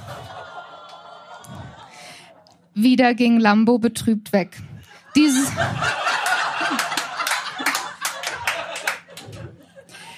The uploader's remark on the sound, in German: Heißen Dank an das Kulturhaus Insel, unser tolles Publikum